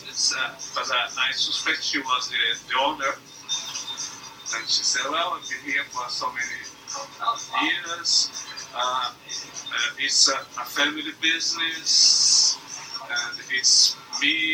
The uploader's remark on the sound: the 'warts and all' principle is followed to provide this podcast without delay while the poddling team develops skills at dealing with the audio 'warts'.